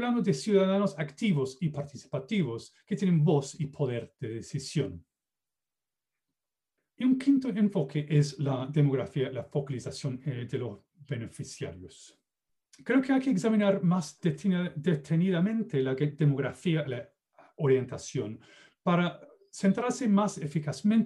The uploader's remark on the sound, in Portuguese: Plataforma ZOOM